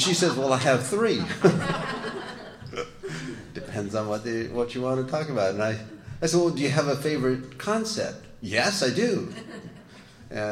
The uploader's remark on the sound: tells his story at We Are Not Saints Conference in Skokie IL on January 15, 2017